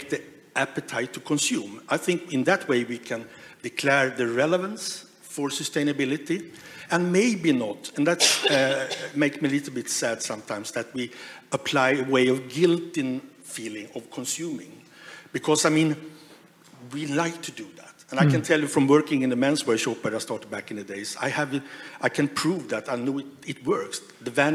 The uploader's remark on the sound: We revisit a talk from the Transformation Conference in Helsinki back in May of this year. In this live panel talk.